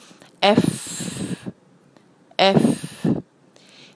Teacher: अफ्तूनी, अफ्तूनी में अलिफ जो है उस पर फतहा, उसको मिलाया फा के साथ, फा को अदा करते हुए सांस की आवाज थोड़ी साथ शामिल करनी है